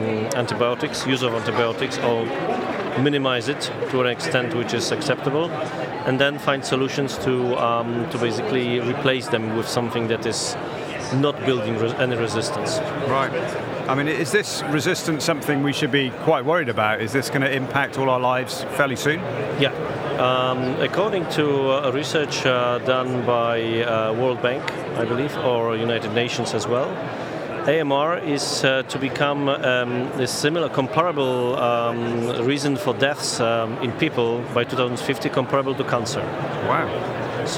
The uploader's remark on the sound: The final episode recorded at Slush in Helsinki, that we produced in partnership with Remote, the global HR platform, where we recorded a series of interviews from Remote's booth with a number of the speakers and attendees.